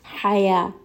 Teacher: Haya, two-count med. Ha is going to be from the middle of the throat. Make sure that it has a little bit of that breathy quality, and the breath should be a bit warm.